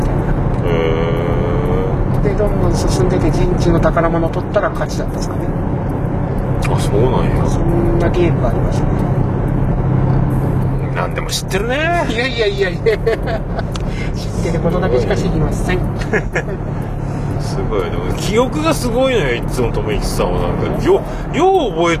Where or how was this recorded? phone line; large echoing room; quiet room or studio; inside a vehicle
inside a vehicle